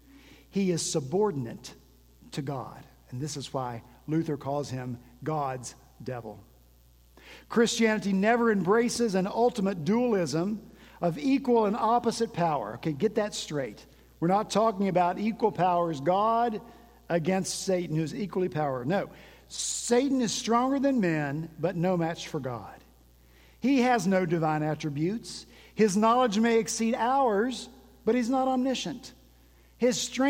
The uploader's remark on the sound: At Redeemer Presbyterian Church in Charleston, SC, our senior pastor began this season of Advent with a sermon